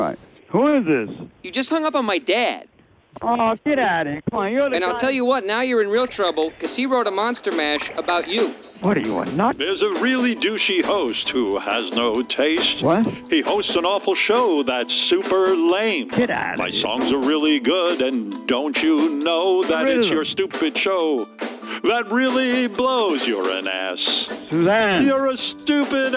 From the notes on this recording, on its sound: Phony Phone Call